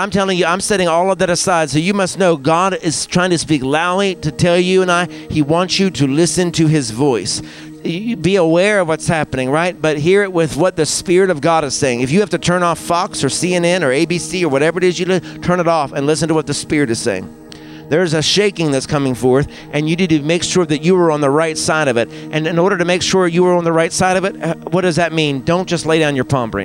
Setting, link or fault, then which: setting, large echoing room